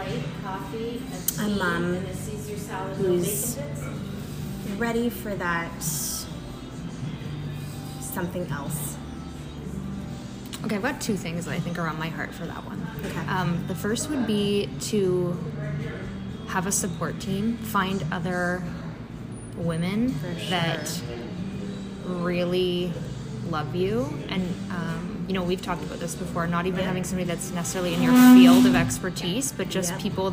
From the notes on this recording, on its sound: Raw and unedited episode we recorded over lunch in a small restaurant close to home for us both called "The Country Cabin" in Shelburne, Ontario, Canada.